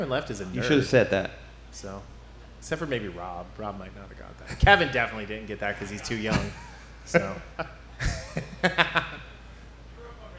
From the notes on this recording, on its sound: Recorded Before a Live Studio Audience. LIVE on the Stage at Fretboard Brewing in Cincinnati, Ohio.